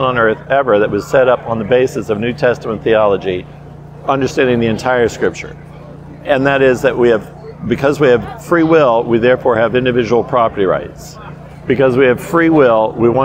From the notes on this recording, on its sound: While at the Homesteaders of America conference earlier this month